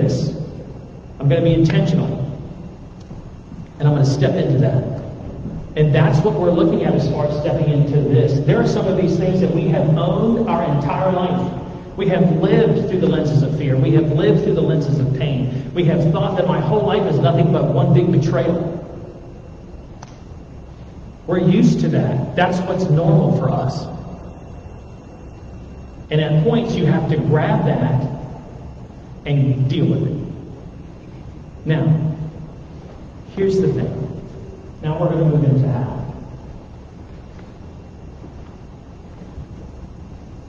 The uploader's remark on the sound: THERE WAS AN AUDIO PROBLEM THIS WEEK.